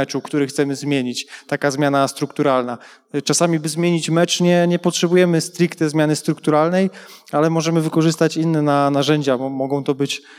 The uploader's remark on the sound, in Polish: podczas trenerskiego meet upu we Wrocławiu